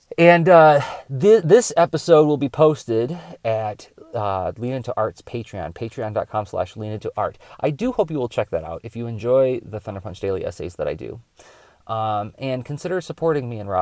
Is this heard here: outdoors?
yes